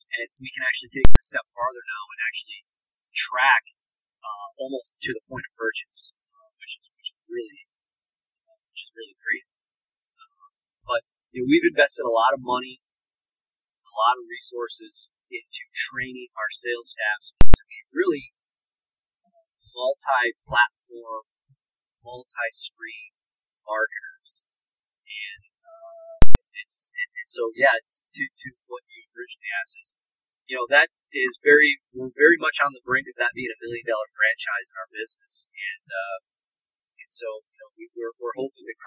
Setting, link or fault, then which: fault, poor sound quality